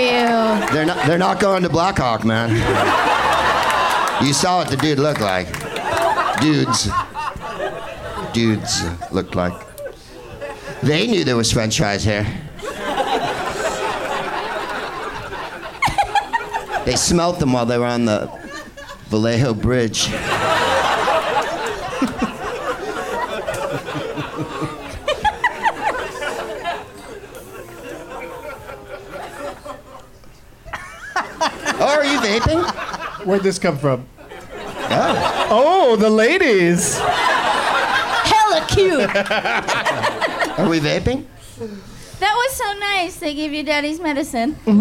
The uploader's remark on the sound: Live from the Punchline in San Francisco